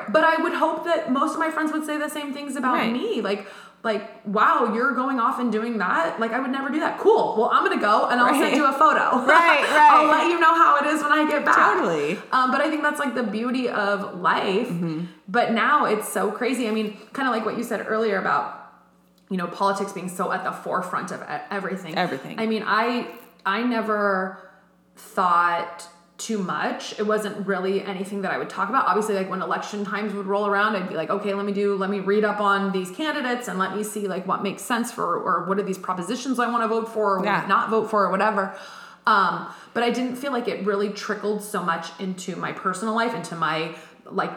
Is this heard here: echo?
yes